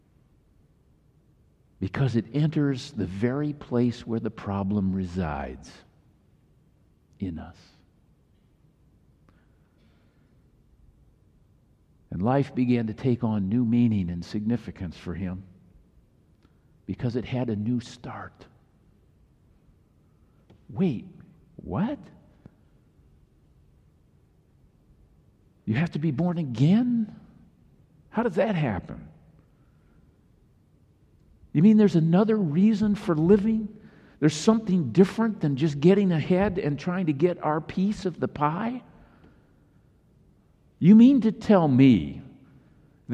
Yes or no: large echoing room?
yes